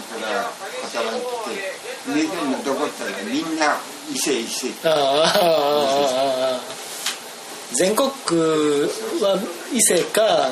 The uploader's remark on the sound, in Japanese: 三重県尾鷲市へ仕事で出かけていました。その初日の夜に飛び込みで入った割烹のカウンターで大将との会話を録音させてもらいました。